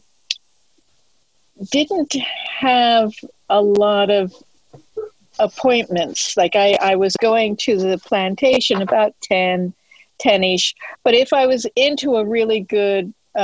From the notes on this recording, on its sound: I got three good friends together via Zoom